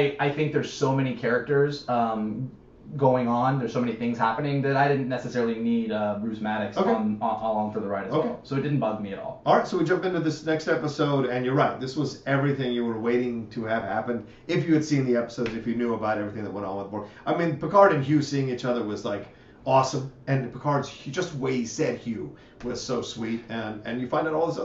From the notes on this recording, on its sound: AUDIO UPDATE: HAD TO USE THE CAMERA AUDIO INSTEAD OF OUR MICS AUDIO, THE H6 AUDIO WAS DAMAGED.